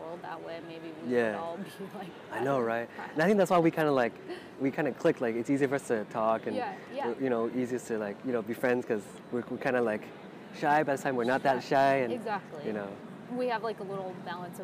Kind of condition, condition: setting, outdoors